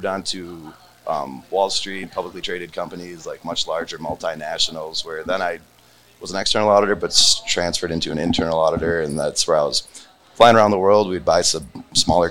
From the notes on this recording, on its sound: Recorded at MJUnpacked NYC